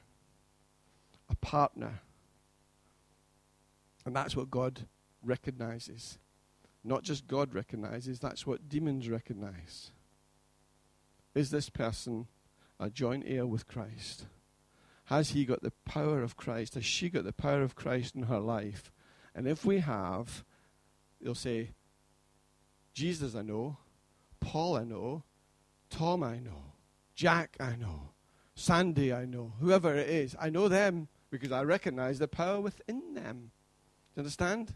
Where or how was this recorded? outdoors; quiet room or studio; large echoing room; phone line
large echoing room